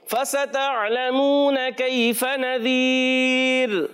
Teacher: फा ऊपर के दांतों के किनारे, सनाए उलिया के किनारे और नीचे वाले होंठ के हिस्से से अदा होता है।